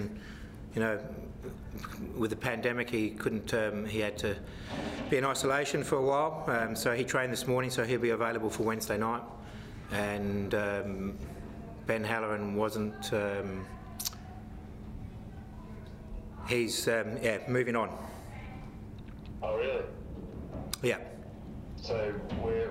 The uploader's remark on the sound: Post-Match Press Conference | Adelaide United v Wellington Phoenix.